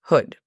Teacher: es una U un poco más abierta